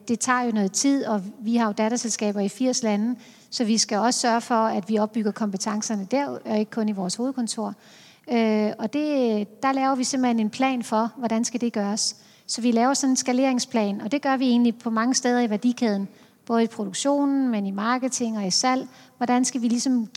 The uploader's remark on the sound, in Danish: På scenen efter hendes oplæg, og interviewet udgives her som podcast.